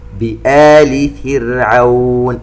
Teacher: الراء ساكنة في كلمة فرعون وما قبلها مكسور، إذن نشبع الكسرة التي على حرف الفاء، ومن ثم نحصل على راء مرققة